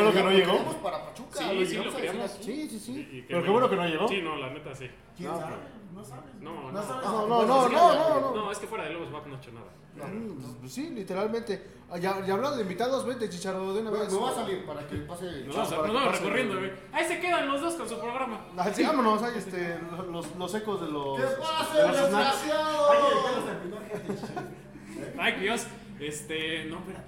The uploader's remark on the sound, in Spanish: En vivo desde Jocker Snacks and Drinks